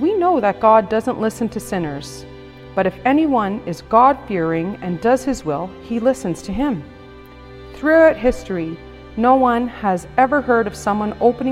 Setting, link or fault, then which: setting, large echoing room